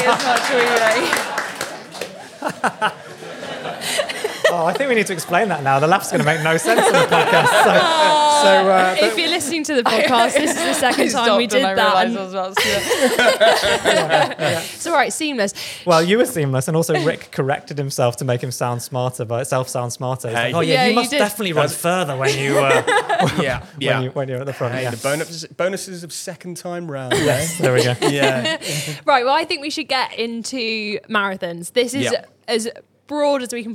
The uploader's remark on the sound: live at the Puma Run Club